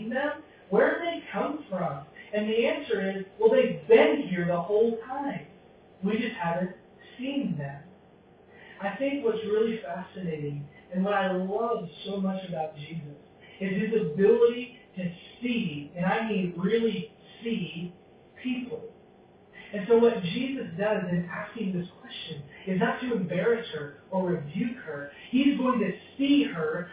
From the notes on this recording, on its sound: Because the audio quality is not as strong.